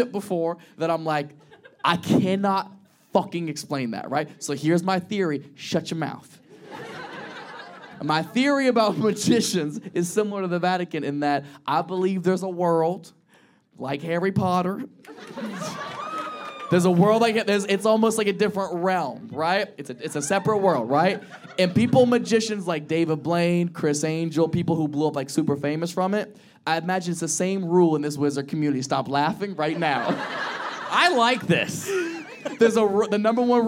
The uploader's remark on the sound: This episode was filmed in front of a live audience at a comedy club.